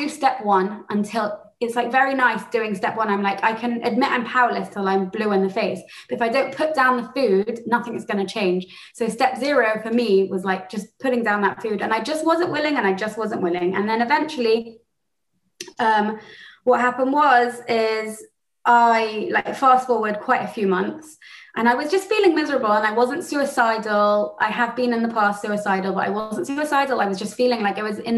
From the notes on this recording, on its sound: She spoke Spoke at the Without Exception European Zoom Meeting.